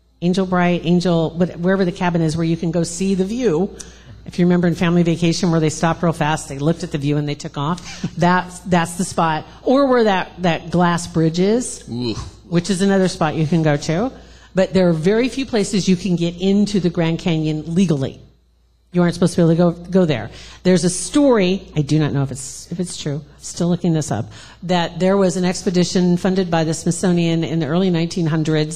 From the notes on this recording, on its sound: Live Podcast Event. In front of a live audience.